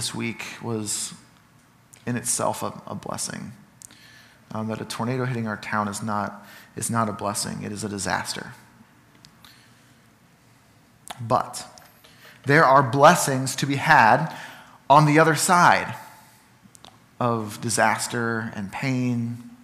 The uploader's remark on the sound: Sermon from Ninth Street Christian Church.